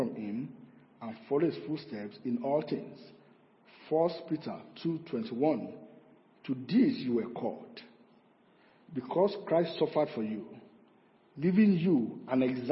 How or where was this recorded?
large echoing room